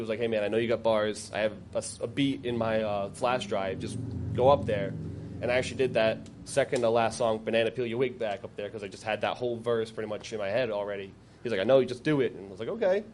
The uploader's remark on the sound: thanks to the Parlour for hosting this recording at their fine space on North Main Street in Providence